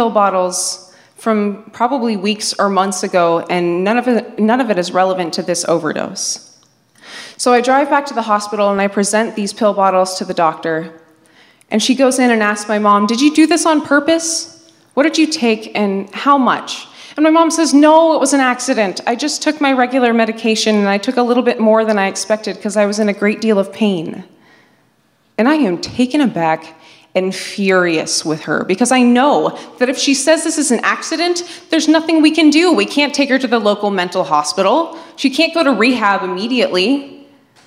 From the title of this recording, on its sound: Live From San Francisco